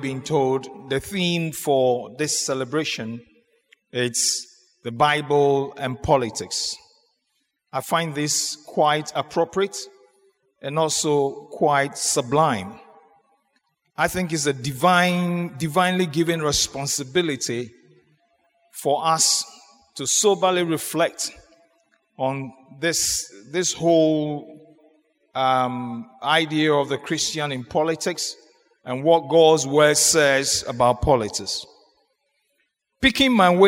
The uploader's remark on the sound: Sermon preached at CBC Shiashie Campus